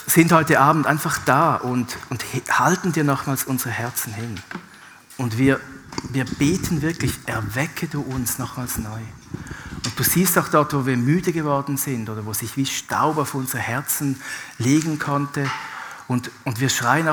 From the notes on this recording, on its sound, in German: Live aus Winterthur der Dienstagsgottesdienst